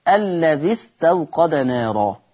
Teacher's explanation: فتحذف الياء طالما ان جه بعد منها همزه وصل · Term: حذف حرف المد